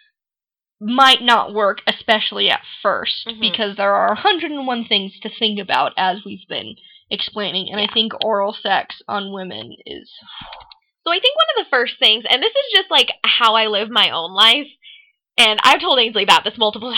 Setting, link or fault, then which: fault, poor sound quality